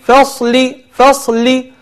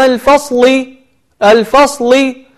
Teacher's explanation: ثم بعد ذلك كلمة الفصل صاد وفاء وصاد ولام، الفاء حرف مرقق والصاد حرف مفخم واللام حرف مرقق · Shown in: first take